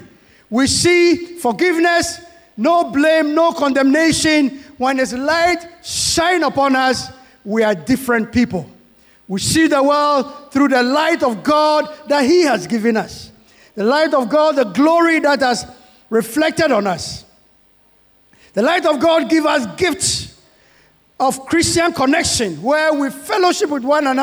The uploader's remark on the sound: Sermon preached at CBC